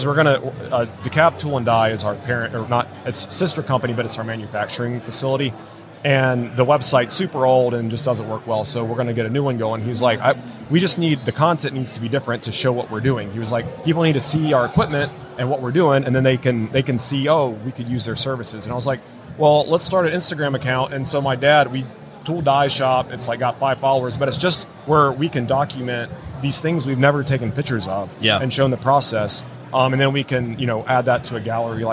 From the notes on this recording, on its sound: LIVE from WORKBENCHcon 2022. In the booth at WORKBENCHcon 2022.